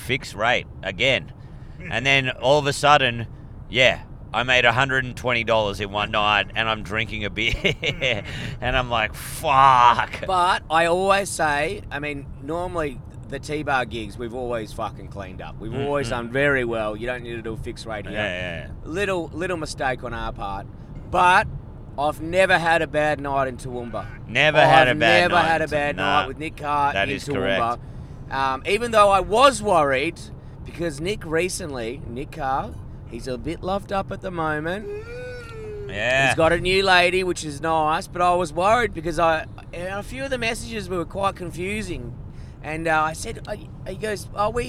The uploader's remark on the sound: We are podding live from an electric vehicle